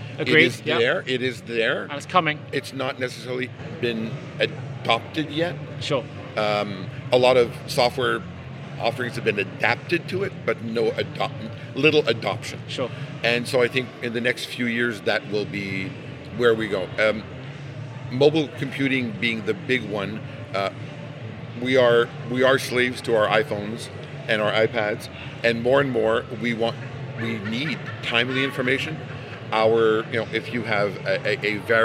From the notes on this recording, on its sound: Recorded Live at American Payroll Association Congress 2019 in Long Beach, California.